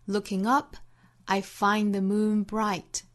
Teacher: looking up 三个音节重弱重，后面的 up 读得最重。